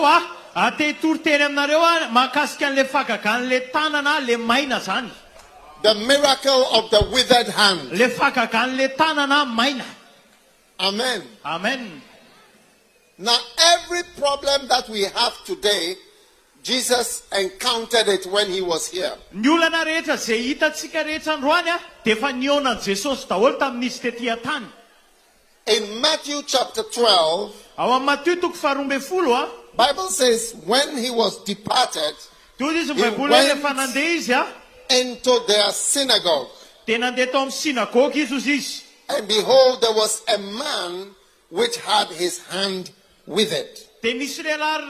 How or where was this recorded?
live audience